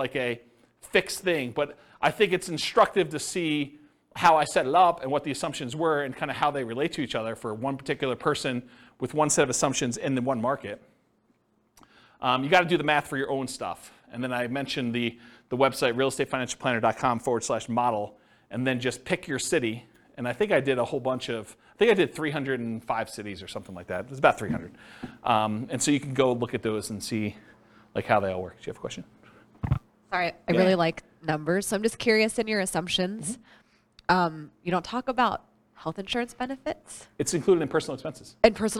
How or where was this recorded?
live audience